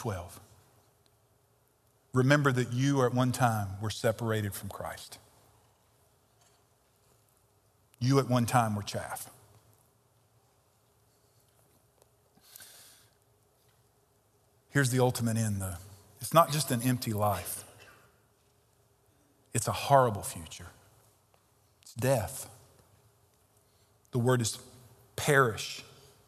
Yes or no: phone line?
no